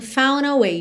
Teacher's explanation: Ela não pronunciou realmente o D.